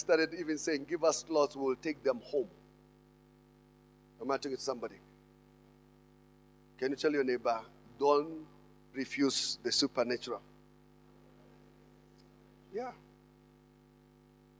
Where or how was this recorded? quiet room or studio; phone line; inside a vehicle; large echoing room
large echoing room